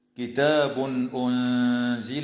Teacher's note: وتخفى النون الساكنة عند الزاي مع الغنة مرققة في كلمة أنزل